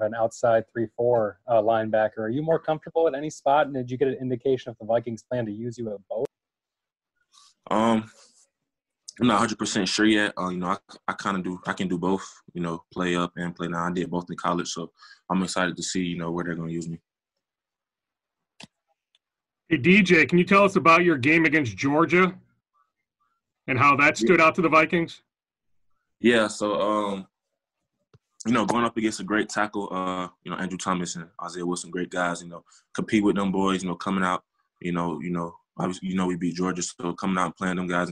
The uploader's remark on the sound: Listen in as the Vikings 4th round picks addressed the media via conference calls on Saturday.